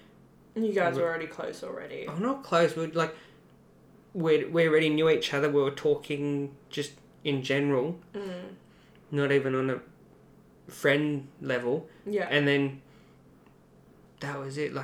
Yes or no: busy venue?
no